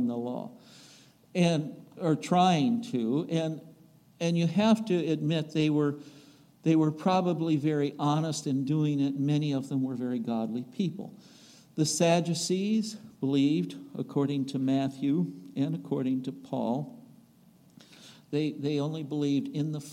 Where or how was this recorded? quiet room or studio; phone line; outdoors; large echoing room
large echoing room